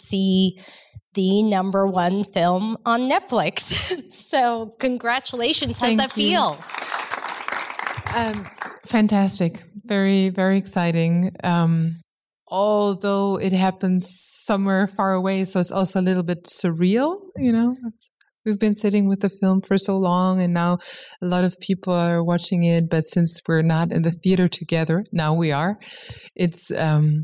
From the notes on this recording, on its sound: in a Q&A at the DGA theater in Los Angeles